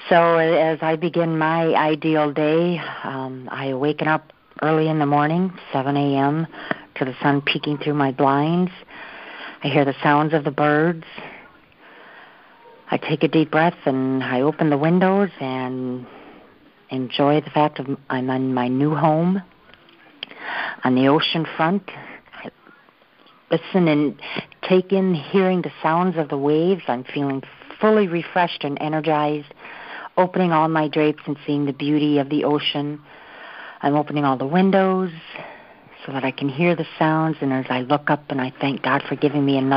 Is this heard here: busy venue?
no